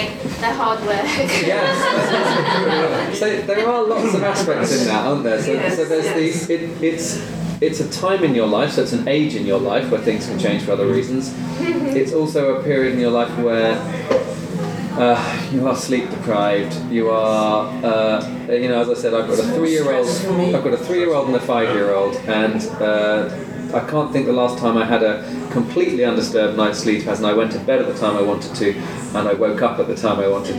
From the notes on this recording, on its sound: Podcast Recorded at: Bristol Epilepsy Support Group Monthly Meeting